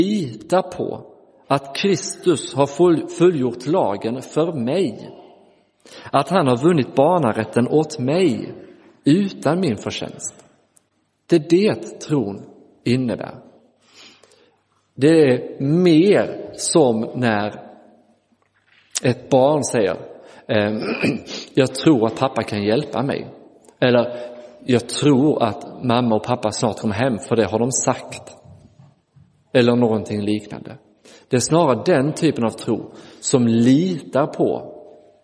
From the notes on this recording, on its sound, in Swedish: Inspelad i Roseniuskyrkan den 31 december 2023.